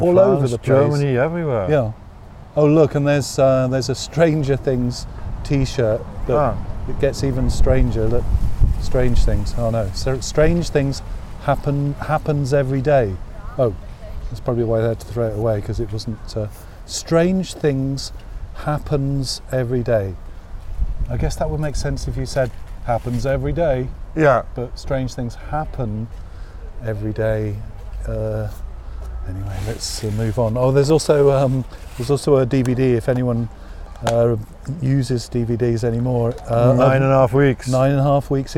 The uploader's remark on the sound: Begin this Autumnal Berlin historical walk outside the Jewish Synagogue in central Kreuzberg. The streets are strewn with flowers from the day before remembering the horror of Kristallnacht.